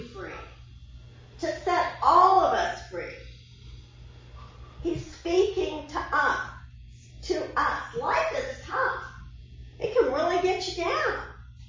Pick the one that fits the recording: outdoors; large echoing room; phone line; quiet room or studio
large echoing room